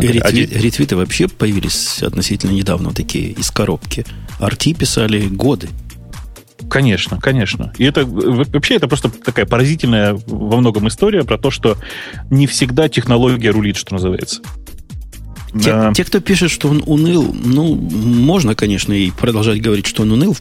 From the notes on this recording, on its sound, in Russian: по телефону